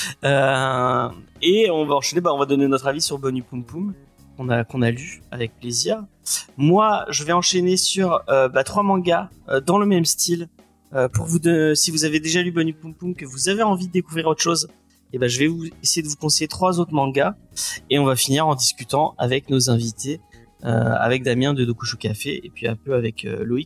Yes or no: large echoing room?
no